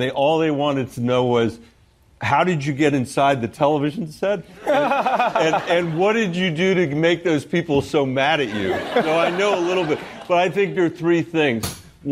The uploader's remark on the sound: Fields Questions from The Daily Show Audience